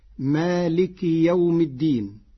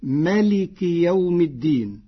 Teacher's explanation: قرأ ورش كلمة مالك بحذف الألف بعد الميم · Shown in: second take · فتصير مالك يوم الدين، على وزن فقه، صفة مشبهة أي قاضي يوم الدين.